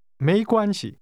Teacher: The tones are rising, 没, high level, 关, and neutral.